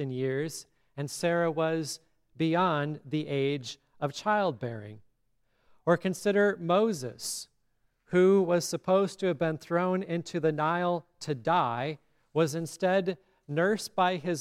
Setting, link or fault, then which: setting, large echoing room